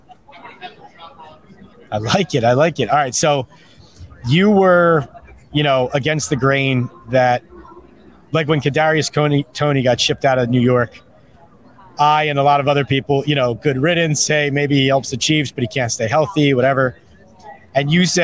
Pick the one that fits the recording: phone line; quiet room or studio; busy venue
busy venue